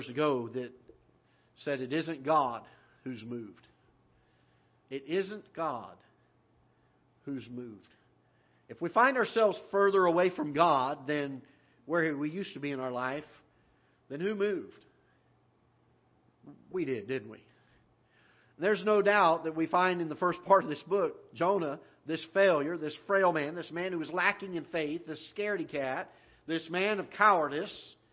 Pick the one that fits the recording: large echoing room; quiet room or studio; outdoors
large echoing room